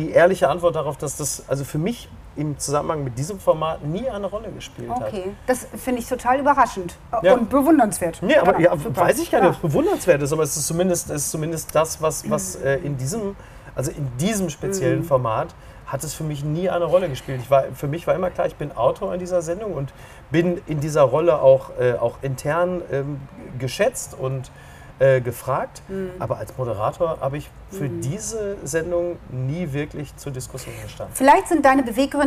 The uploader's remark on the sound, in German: in einem Tretboot-Schwan auf der Hamburger Alster